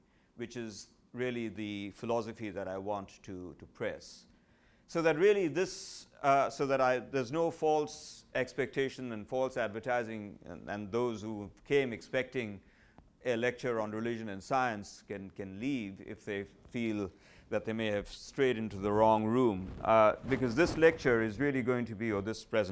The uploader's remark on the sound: at the third Shulman Lecture of 2008 at the Whitney Humanities Center